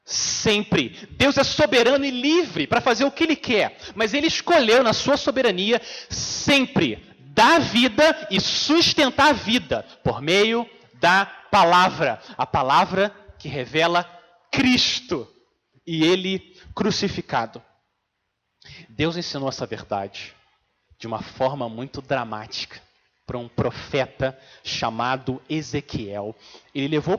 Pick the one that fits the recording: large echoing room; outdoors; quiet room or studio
large echoing room